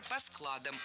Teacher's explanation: Однако развозим товары по складам, ударяем корень.